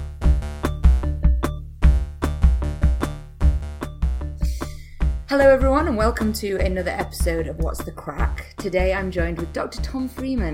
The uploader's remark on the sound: I thought I had my Skype/Audacity issues on lock. Turns out I was wrong…however, I have done my best and invested in Pamela for next time.